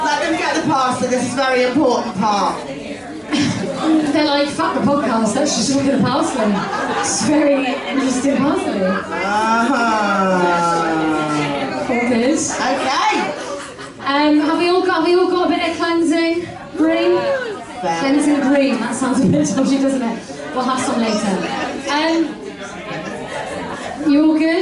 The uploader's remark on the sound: Ghost Huns LIVE!!!! To a SOLD OUT Gilded Balloon audience. Thank you to our wonderful audience for coming along and making our first live show so bloody special.